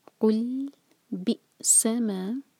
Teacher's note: سا پر زور اور بِئْ حمزہ پر کٹ آف